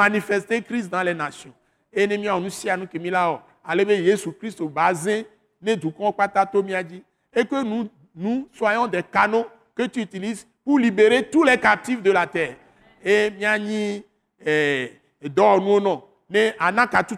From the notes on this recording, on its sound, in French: Enregistré lors de la Soirée de Célébration et de Prière hebdomadaire de l’Église Christ Crucifié en Action (implantée par l’ATAC International), est prêché simultanément en français et en Mina, une langue locale du Togo.